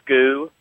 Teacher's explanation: where the L drops off the end of the word, like we go to scoo rather than school · Term: magnolia mouth